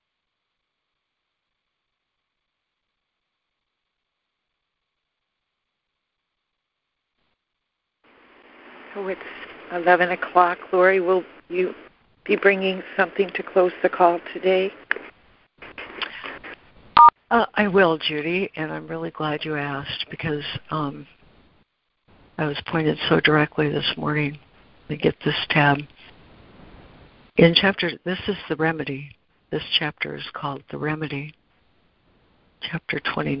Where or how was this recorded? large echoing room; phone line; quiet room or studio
phone line